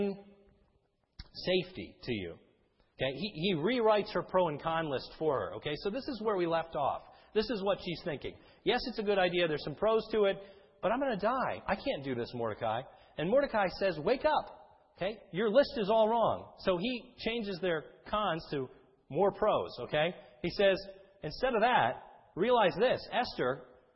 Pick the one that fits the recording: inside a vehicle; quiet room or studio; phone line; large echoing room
large echoing room